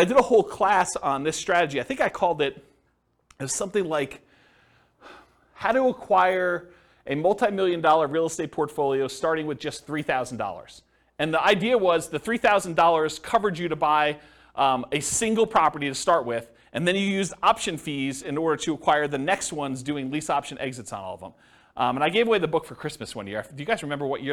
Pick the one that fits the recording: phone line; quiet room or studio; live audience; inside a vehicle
live audience